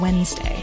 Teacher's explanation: Most Americans don't pronounce the first D in Wednesday · Term: silent D